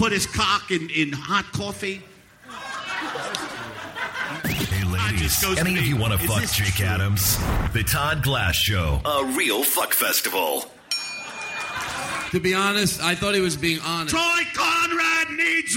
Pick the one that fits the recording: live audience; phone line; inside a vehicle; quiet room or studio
live audience